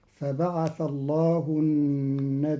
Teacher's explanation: قرأ قالون كلمة النبيين بتخفيف الياء ساكنة مع همز بعدها تبعا للأصل